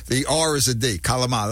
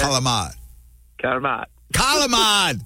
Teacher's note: In Italian, the true accent, the R is a D, calamad. Let me hear you say it, yeah.